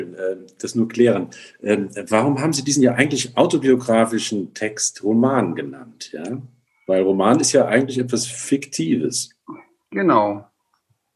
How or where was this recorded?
video call